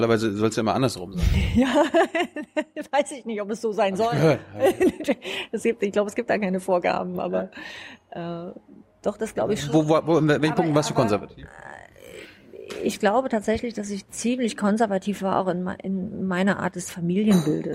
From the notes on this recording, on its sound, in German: Im "ocelot, bookstore" in der Berliner Brunnenstraße aufgenommen.